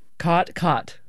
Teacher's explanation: Yes, there you have what's called the caught merger, or in linguistic circles, the low back vowel merger, which is sort of the biggest marker of Western speech